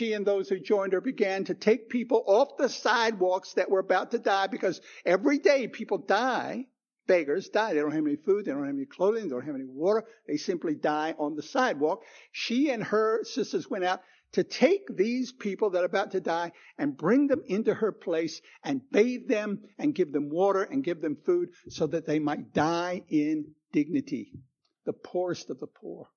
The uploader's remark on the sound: Recorded 10/09/2016 at Christ Church Anglican